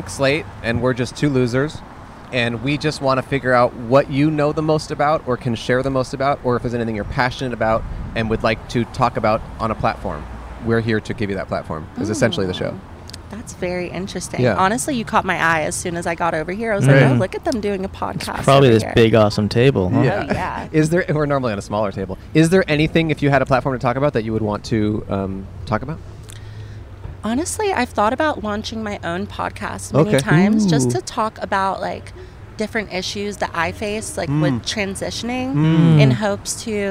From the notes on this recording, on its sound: Recorded on 10/12/22 in front of Koontz Hardware in West Hollywood, CA.